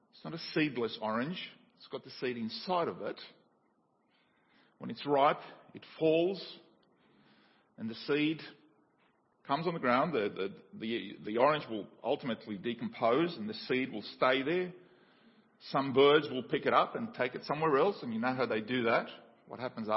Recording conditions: large echoing room